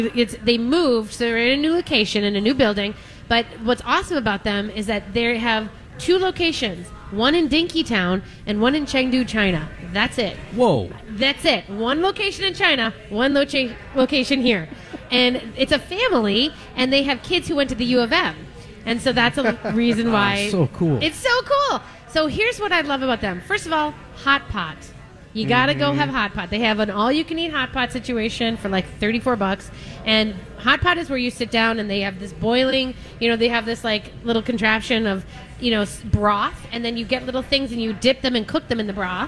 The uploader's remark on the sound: live from Mallards Restaurant & Lounge today!